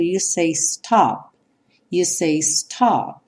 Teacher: Esse P, ele não tem realmente um som próprio.